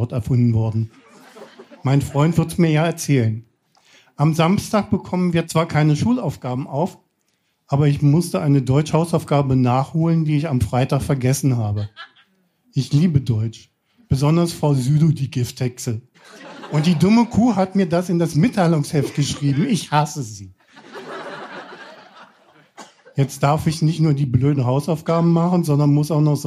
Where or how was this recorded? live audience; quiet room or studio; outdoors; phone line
live audience